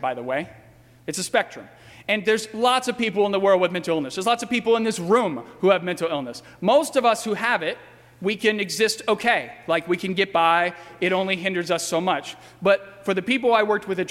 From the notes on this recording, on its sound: during the 11:00 AM Good Friday service on Sunday April 1, 2018 at First Presbyterian Church of Arlington Heights, Illinois.